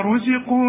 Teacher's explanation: كلما رزقوا، خد بالك ان الزين دي من الحروف المرققة، لكن هنا عند مكسورة فتكون أكثر رقة